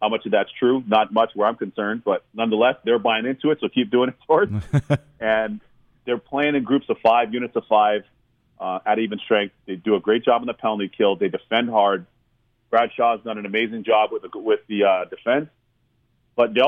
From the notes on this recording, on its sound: hops on the line from Vancouver